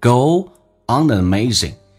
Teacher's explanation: Go 跟 on 可以连可以不连，要连加个我，原跟原之间连，不是加我就是加也，这个加个我 go on,不连就是 go on. On 跟 an 那肯定是连音叫 onan, an 跟 amazing 叫 unamazing